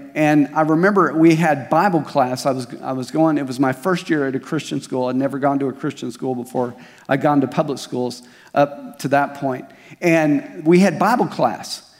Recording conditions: large echoing room